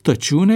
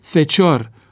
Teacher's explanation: T urmat de I, încadrat de vocale, care se pronunță ți în latină, devine C